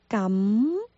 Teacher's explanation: 这个 gam 是 g am，是闭唇音，gam。仔细听一下，在音的最后面，我们能够感受到有鼻音，gam，gam。下一个是哆，下一个是某，是一个猫，猫哦呜猫，声调变化一下，某，很奇怪，有朋友就觉得这个粤语怎么有那么多的音在普通话里面没有的呢？相对的字是怎么样的呢？其实粤语所有的发音都有它相对的字，只不过我们平常不会用粤语来做一个书面的语言，所以很多人都不懂，或者说非常少见。比如刚才这个谋，它是怎么写呢？非常有意思，谋的意思是没有，那它写法呢是在有没有的基础上面，把下面那个月里面两横去掉，就是谋，就是没有。你看看有跟没有在粤语里面的写法也非常有意思。有就是一横一撇，下面一个月，谋没有就是一横一撇。下面是一个肉